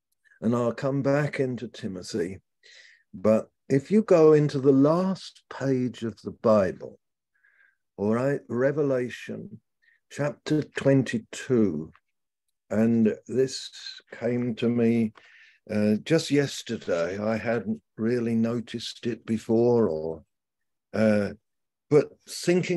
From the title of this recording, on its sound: Malaysia Meets (Zoom)